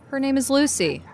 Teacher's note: Notice that I said her with no intonation, so it didn't sound like I was correcting you.